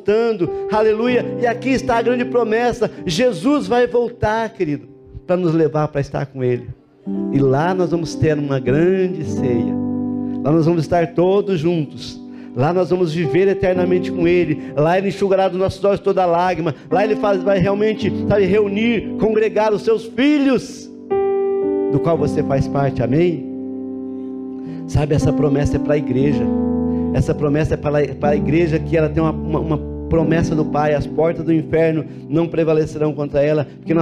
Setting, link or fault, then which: setting, large echoing room